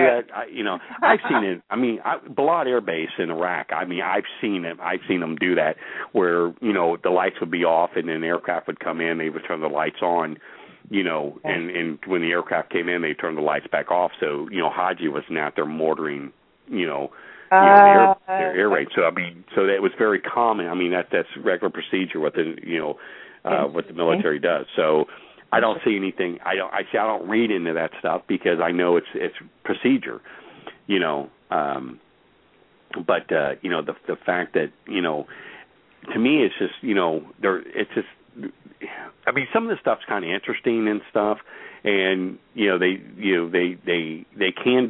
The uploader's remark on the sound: Take your questions and LIVE calls.